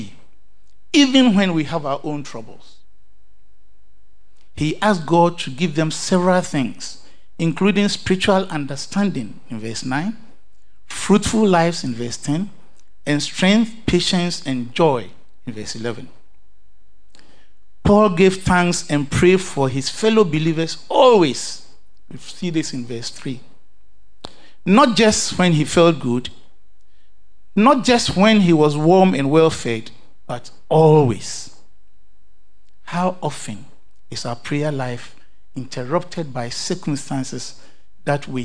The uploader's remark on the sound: Sermon preached at CBC Shiashie Campus.